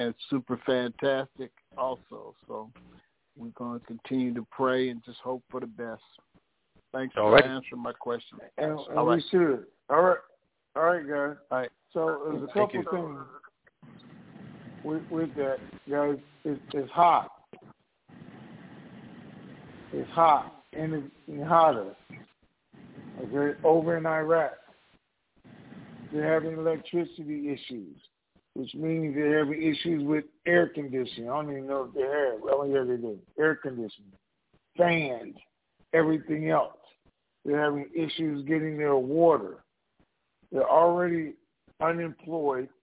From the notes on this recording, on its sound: TNTSuperfantastic Conference Call